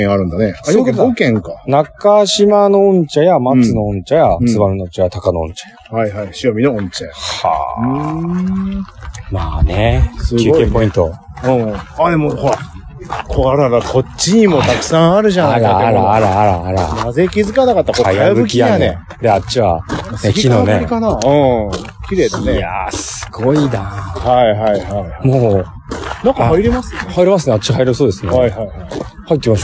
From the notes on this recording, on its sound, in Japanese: 上野浅草浜離宮 ロケ収録。100回SPの第4弾は、ロケ収録のまとめ。